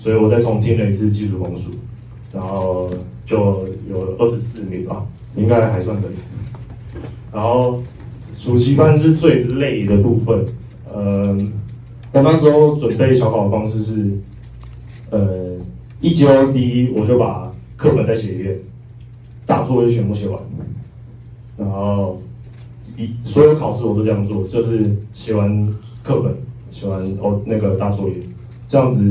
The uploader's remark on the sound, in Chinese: 課堂現場錄音 音質不佳 還請包涵。